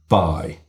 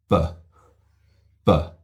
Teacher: the first thing you do is close both lips. It's a bilabial stopped consonant. By. So the airflow stops, the lips close.